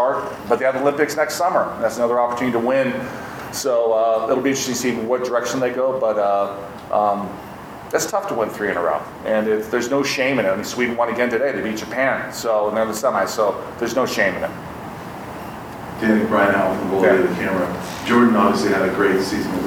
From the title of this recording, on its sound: CU Fall Sports Media Day Press Conferences